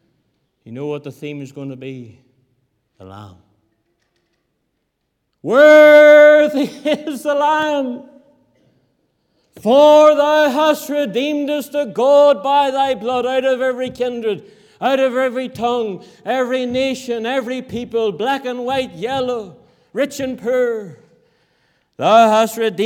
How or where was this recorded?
large echoing room